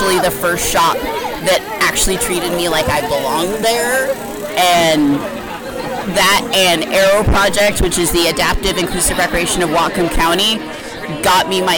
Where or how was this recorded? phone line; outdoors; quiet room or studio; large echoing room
outdoors